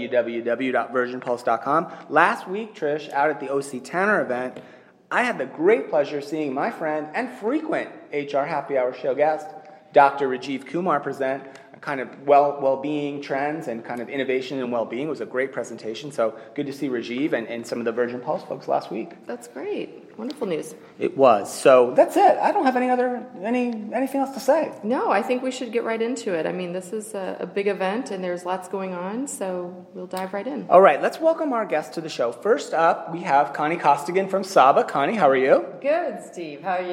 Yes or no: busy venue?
yes